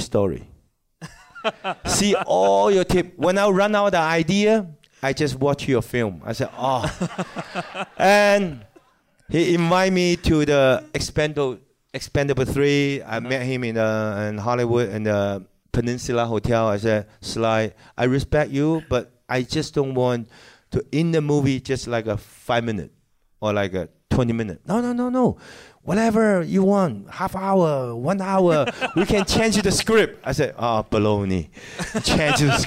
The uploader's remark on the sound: A special screening and Q&A at London's very own Prince Charles Cinema. Here is the recording of the interview portion of the evening.